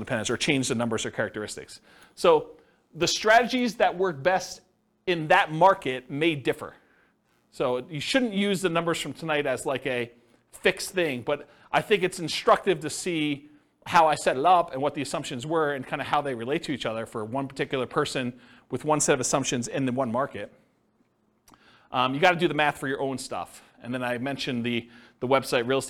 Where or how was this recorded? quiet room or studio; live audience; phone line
live audience